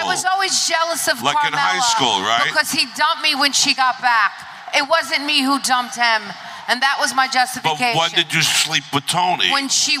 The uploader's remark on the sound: Sits down LIVE from Sopranos Con. All while entertaining a packed house!